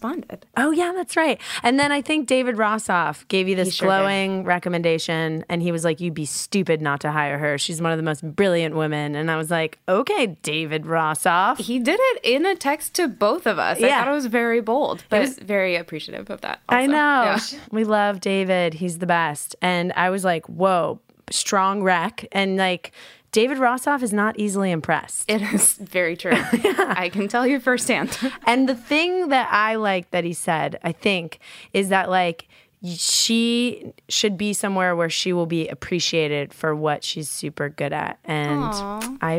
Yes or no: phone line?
no